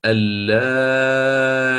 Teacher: هذه الهمزة ستعامل معاملة المد اللازم الكلم المخفف، فأقرأ بإشباع المد